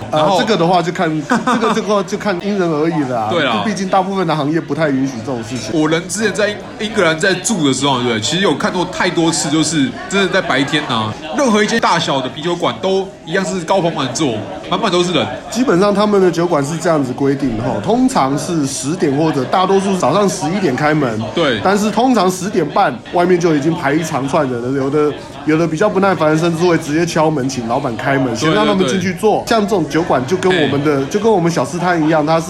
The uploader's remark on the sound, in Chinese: 錄音地點：紅點桌邊飲 Redpoint Brewing Co.本集白噪音指數：北風級 4/5。